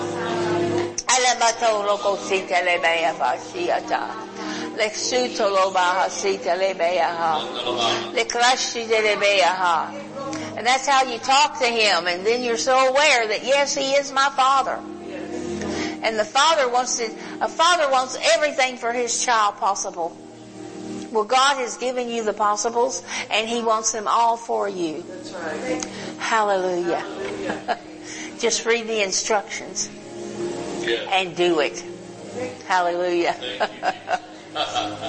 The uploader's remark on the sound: Recorded Live in Holiday, FL. HOLY SPIRIT CONFERENCE 2021.